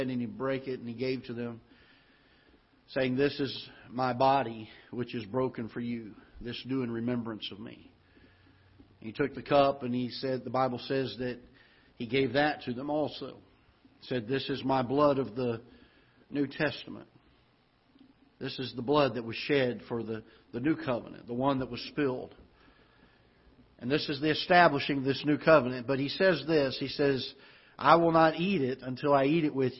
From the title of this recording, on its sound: Ketha Heights Baptist Church ~ Live Broadcast